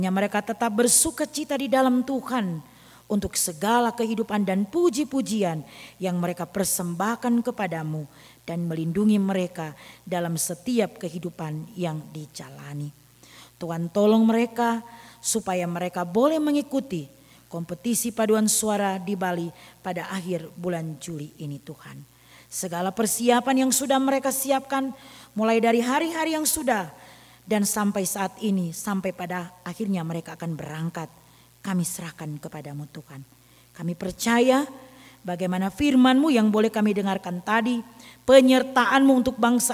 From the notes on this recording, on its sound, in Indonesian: Rekaman Khotbah pada Ibadah Minggu malam tgl 16 Juli 2023 dari GKI Kalvari Tembagapura, Papua.